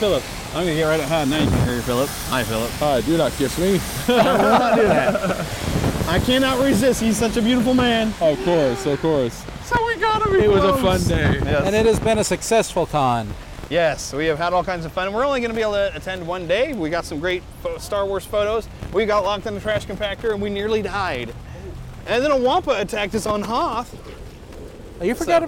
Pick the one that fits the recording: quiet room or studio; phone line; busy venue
busy venue